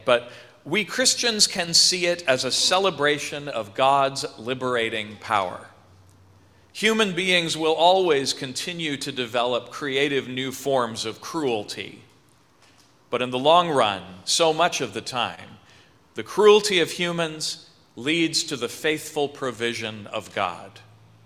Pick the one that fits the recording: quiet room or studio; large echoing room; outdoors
large echoing room